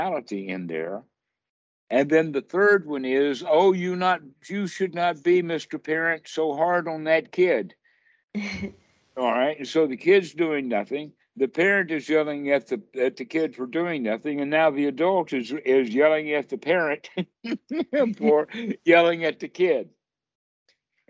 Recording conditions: video call